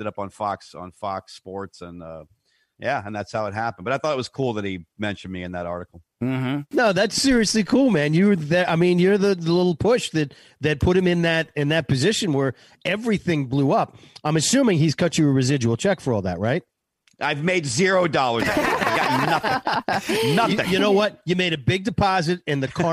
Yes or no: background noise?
no